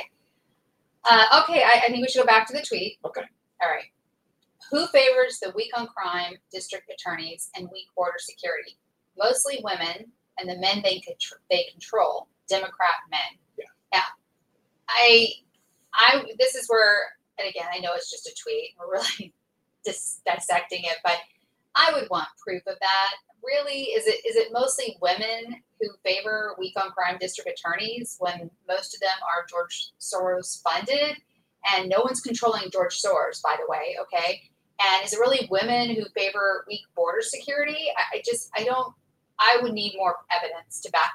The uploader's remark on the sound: We apologize for any audio quality issues.